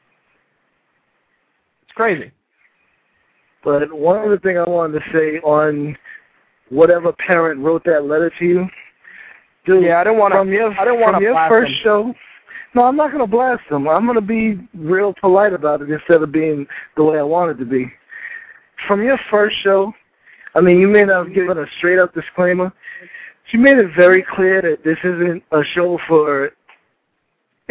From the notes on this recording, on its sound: Call in guest.